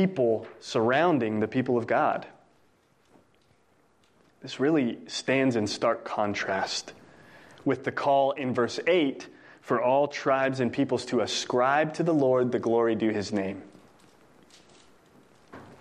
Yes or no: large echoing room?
yes